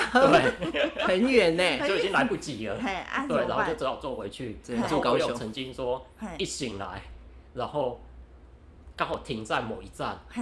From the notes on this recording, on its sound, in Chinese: 因錄音場所有更換的關係，音量會忽大忽小聲，敬請見諒！